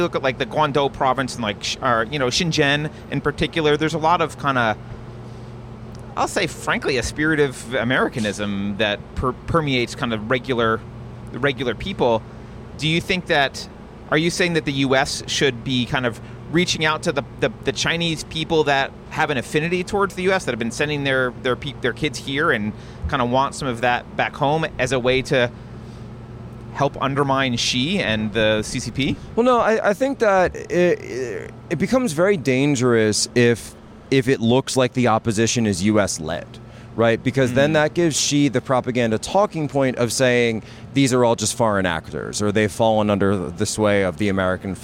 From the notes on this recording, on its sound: At the Better Discourse Conference in Milwaukee.